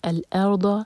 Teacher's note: جب ہم پڑھیں الارض تو میک شیور کہ حمزہ لائٹ ہو اور را ہیوی. ار ناٹ اور، ارض.